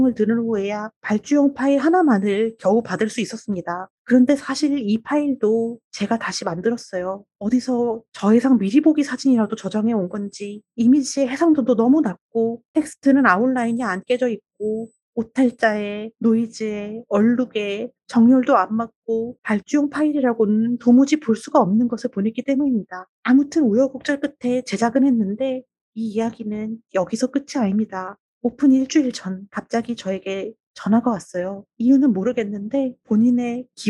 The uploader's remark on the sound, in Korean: 의도한 것이 아닌, 알 수 없는 잡음이 들어있으니 청취에 유의하세요.